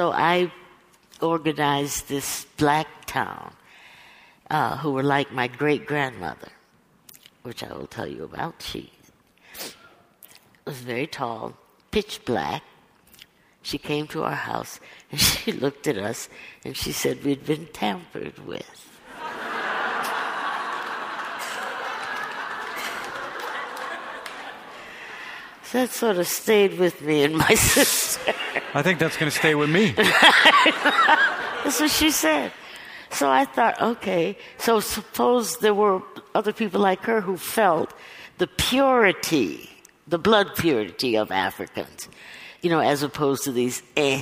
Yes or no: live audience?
yes